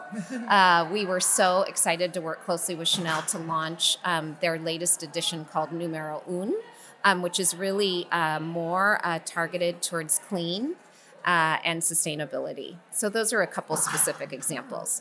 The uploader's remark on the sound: This episode was recorded live at the 2023 Outstanding Mother Awards in New York City.